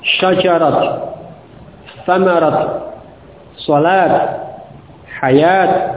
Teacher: Kemudian yang ba, yang b, wurida fil lughati, disebutkan dalam bahasa Arab ini jawazul waqfu, jawazul waqfi 'alaiha bit ta'i, bolehnya waqaf ya pada ta' ta'nits tersebut dengan huruf ta, tetap dengan huruf ta, tidak diubah menjadi ha. Tidak diubah menjadi ha, tetap dengan ta.